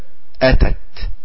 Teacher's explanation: بالاستفال يعني النازلة، يعني اللسان نازل ساعة النطق بالتاء، أتت. اللسان نازل أتت، ليست أتت وإنما أتت.